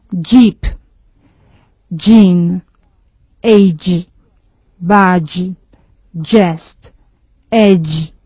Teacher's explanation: G. Es igual en cuanto a los puntos y modos de articulación que una H, pero sonoro.